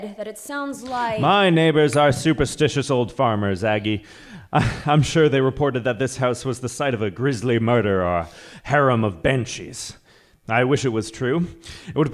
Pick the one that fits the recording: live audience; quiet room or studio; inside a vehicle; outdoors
live audience